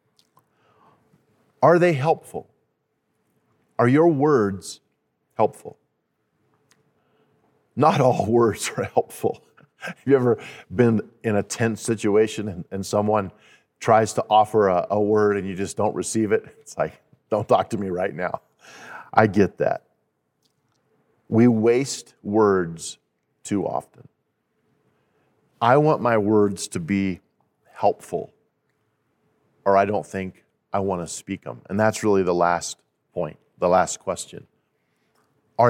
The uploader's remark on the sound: At Timberline Church. Live.